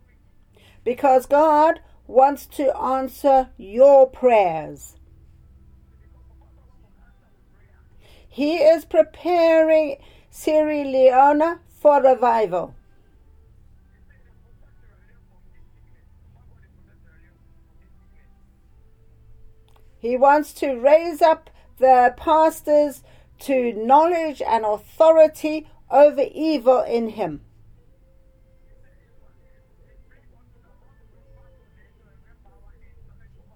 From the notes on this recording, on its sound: Speaking via phone to group in Sierra Leone.